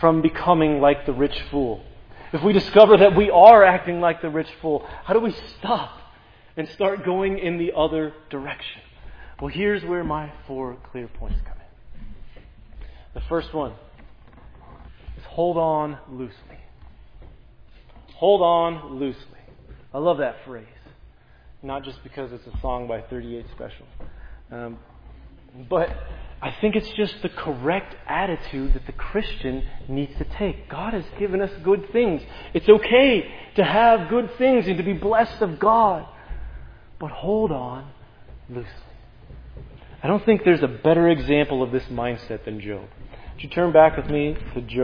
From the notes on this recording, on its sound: This sermon on Luke 12:13-21 was preached at Providence Church.